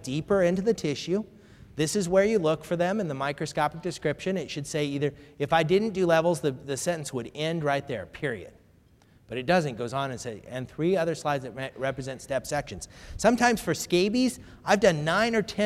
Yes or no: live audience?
yes